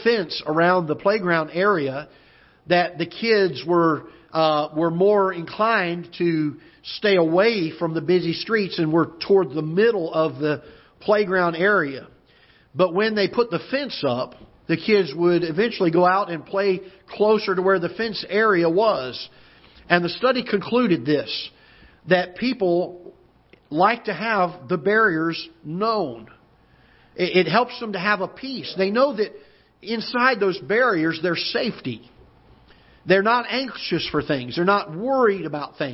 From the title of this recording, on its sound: Ketha Heights Baptist Church ~ Live Broadcast